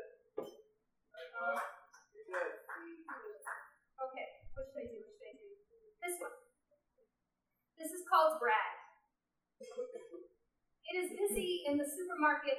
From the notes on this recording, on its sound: This is the audio from that event. At The Low Beat on Tuesday, August 4, 2015.